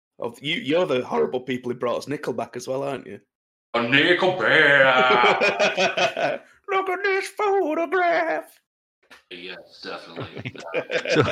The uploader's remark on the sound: Recorded 24/04/2023 via Discord